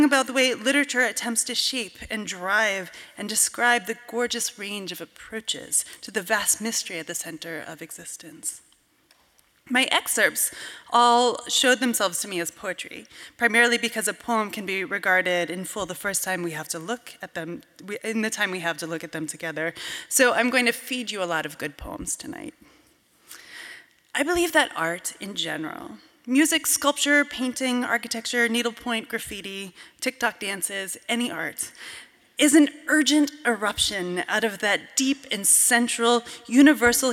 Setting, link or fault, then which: setting, live audience